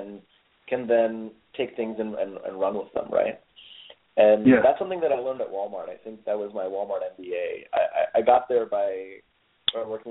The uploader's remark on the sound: Open Microphone – National Call-In of BDPA Members (3-minute interviews)